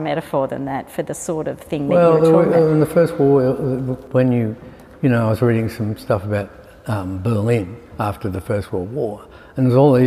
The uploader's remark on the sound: Live at the S.H.Ervin Gallery. In front of a live audience at the S.H.Ervin Gallery in Sydney.